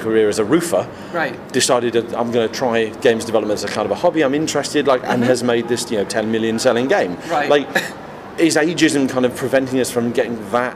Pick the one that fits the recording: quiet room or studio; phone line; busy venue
busy venue